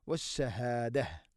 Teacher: വഖഫ് ചെയ്യുമ്പോൾ താഇന സുക്കൂൻ ഹാഇൻ്റെ ശബ്ദമാണ് വരിക